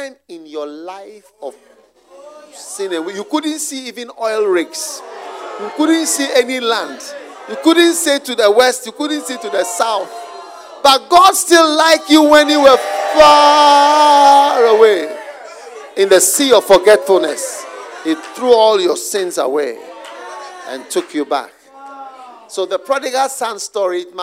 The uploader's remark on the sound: Preached at the Use It or Lose It Camp, USA.